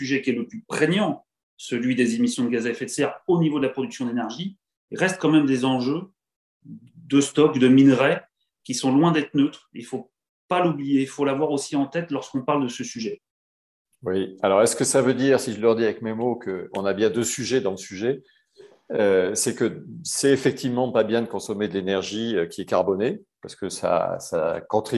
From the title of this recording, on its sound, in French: 21 janvier 2022 en visio